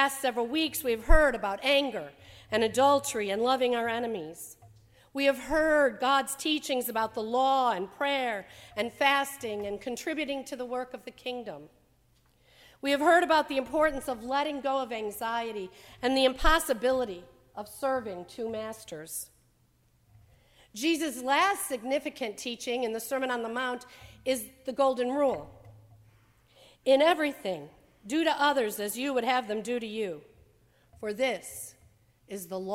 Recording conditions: large echoing room